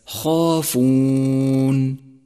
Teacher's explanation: انتبه إلى التفخيم الكبير لحرف الخاء في كلمة خافون. فهو حرف استعلاء مفتوح جاءت بعده ألف، فأعطي كل حرف حقه من الترقيق والتفخيم.